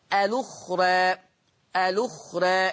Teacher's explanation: الأخرى، الأخرى هتصير لما انقل حركة الهمزة هوديها للام، فتصير اللام مضمومة، الأخرى، الأخرى، لأنها طبعا بعد الراء ألف متطرفة فبقت مقللة قولا واحدة، الأخرى، هكذا.